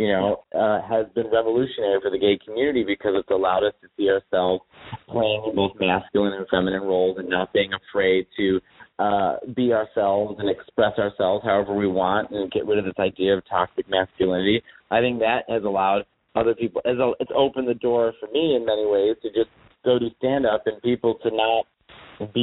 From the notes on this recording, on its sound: He joined me for a phone interview after his return to New York from Toronto.